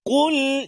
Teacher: Yang pertama huruf qaf pada kalimah qul. Hati-hati huruf qaf supaya terletak pada tempat dia, qaf pangkal lidah